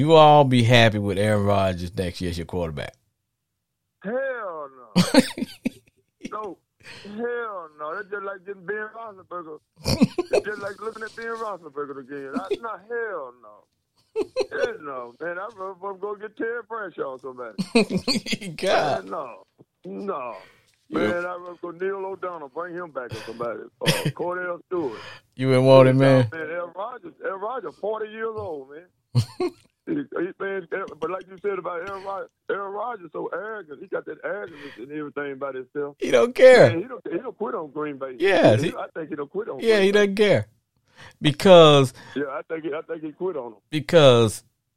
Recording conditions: phone line